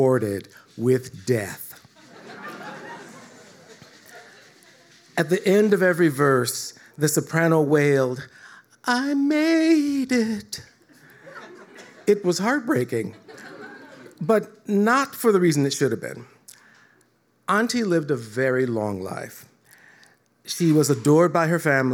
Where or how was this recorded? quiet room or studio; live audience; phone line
live audience